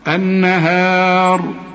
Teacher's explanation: الراء هنا مفتوحة تفخم عند الوصل وعند الوقف